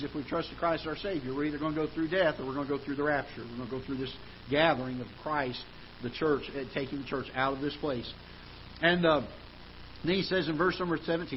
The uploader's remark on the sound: Ketha Heights Baptist Church ~ Live Broadcast